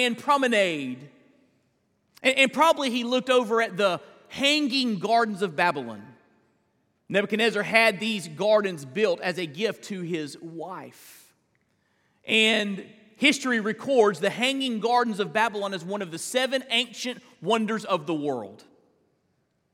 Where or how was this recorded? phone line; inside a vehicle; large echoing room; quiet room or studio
large echoing room